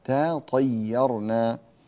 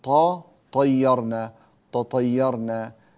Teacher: التاء تختلف عن الطاء، التاء حرف رقيق مرقق، والطاء حرف مفخم. لا تقول طا طيرنا تطيرنا، لا، تا طيرنا.